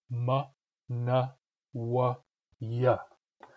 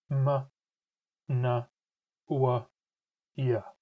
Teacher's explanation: The glottalized resonants sound like M, N, W, Y. So there's just a very brief glottal closure just before the sound · Shown in: second take